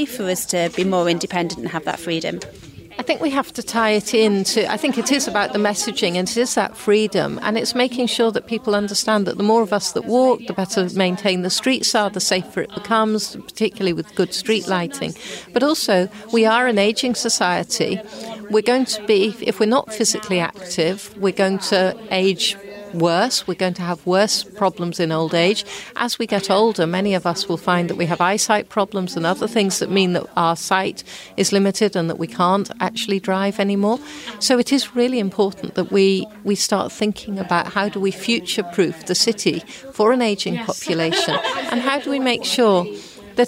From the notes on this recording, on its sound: We head to Old Trafford on a walkabout workshop with our project partners Open Data Manchester to hear from members of the community about their experiences of walking, wheeling and cycling in the local area.